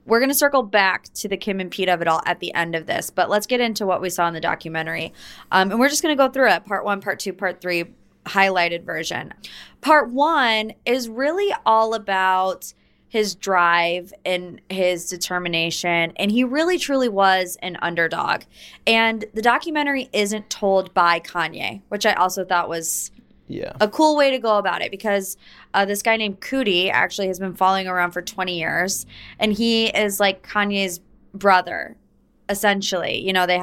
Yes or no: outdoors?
no